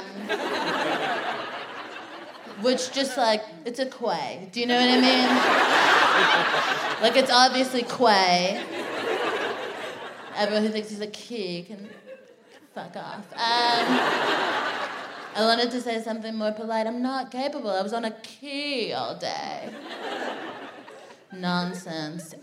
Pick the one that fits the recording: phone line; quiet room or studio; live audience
live audience